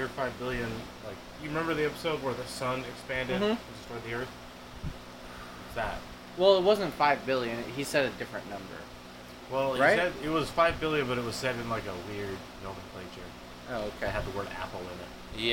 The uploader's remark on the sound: The only things louder than the coughs...are the wind noises and the train.